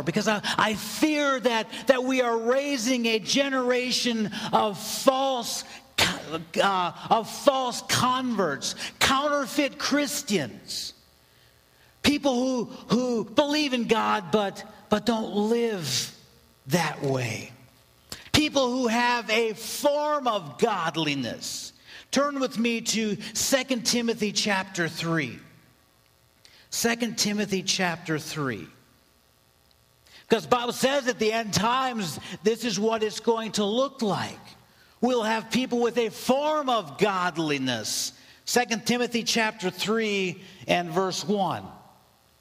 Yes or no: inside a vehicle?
no